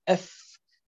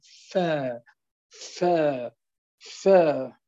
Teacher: عندما كان ساكنا قلنا بالتصادم أف، عندما يكون متحركا بالتباعد فا فا فا